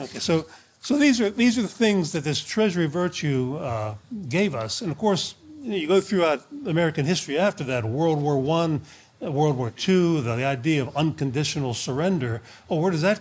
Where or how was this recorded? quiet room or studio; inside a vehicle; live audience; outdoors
live audience